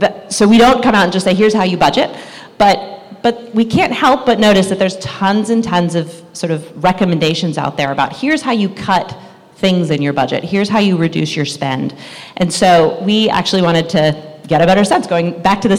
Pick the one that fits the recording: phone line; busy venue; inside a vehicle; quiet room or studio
busy venue